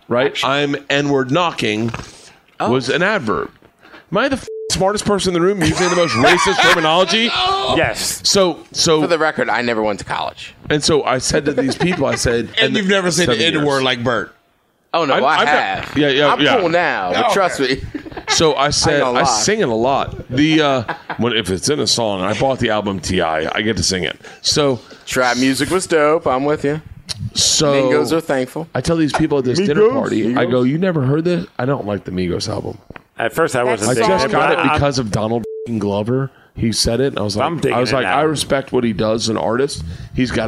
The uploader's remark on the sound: Start recording a podcast at 2am in the backstage area of the Parlor Live (with a giant bottle of vodka).